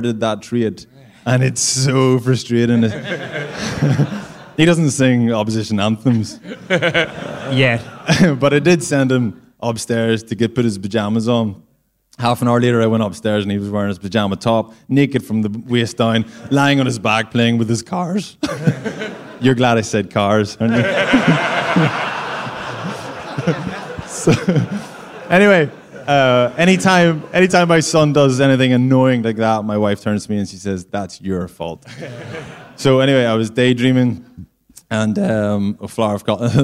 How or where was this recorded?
live audience